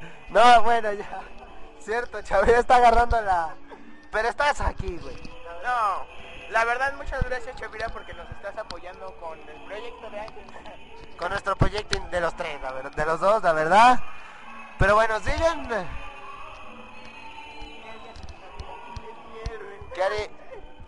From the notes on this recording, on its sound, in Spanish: Escucha la retransmisión en directo desde la Secundaria 27.